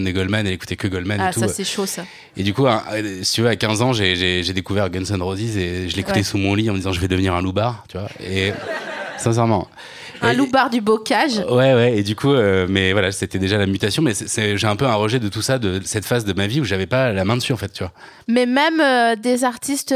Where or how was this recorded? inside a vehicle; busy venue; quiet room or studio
busy venue